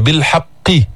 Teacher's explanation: هذه القاف مشددة مكسورة يعني يقل من تفخيمها